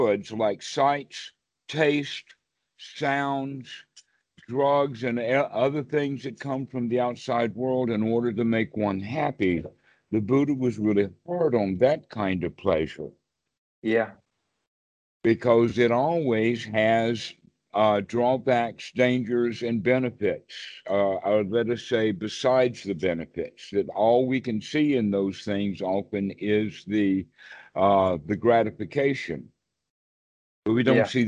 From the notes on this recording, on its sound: Skype calls on this channel.